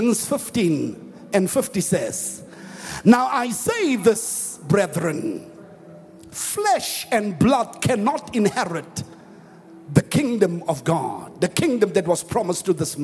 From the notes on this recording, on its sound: preached at the Annual Good Friday Celebration held at Orlando Stadium